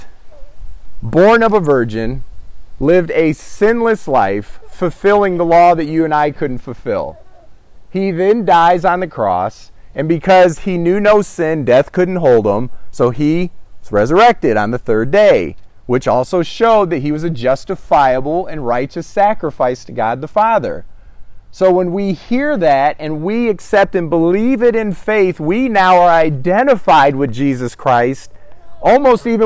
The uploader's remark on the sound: Christ In Me (backyard sermon). Recent sermon preached during Agape’s annual “backyard gathering”.